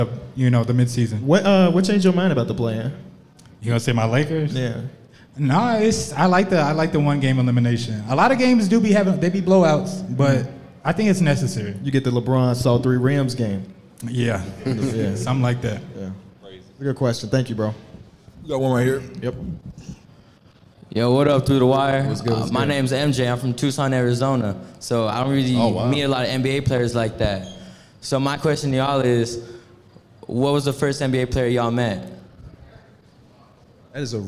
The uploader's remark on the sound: We're live from Vegas for NBA Summer League